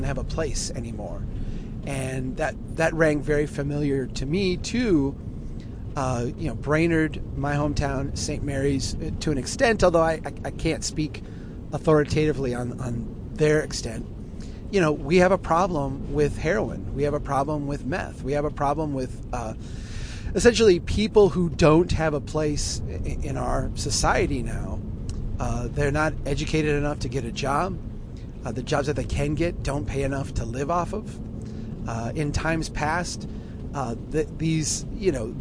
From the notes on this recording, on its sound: while driving through a Minnesota blizzard